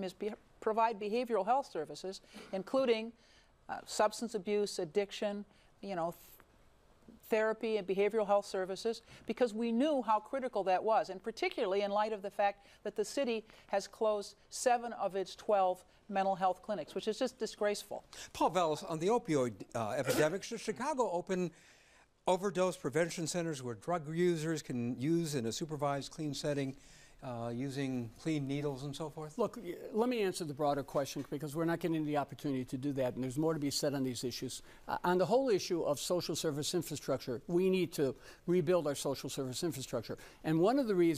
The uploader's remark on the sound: LIVE from The WTTW Mayoral Forum I